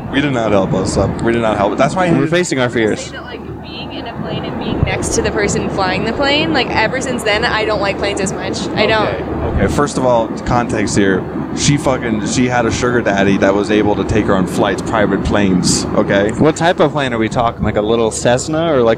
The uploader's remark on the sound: recorded this on the way to Austin